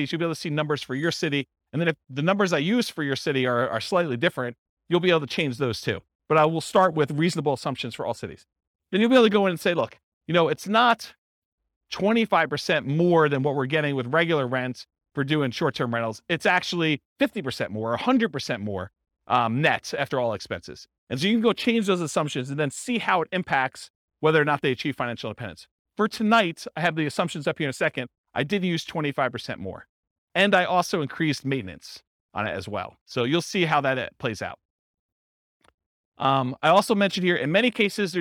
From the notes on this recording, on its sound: This was a live class recorded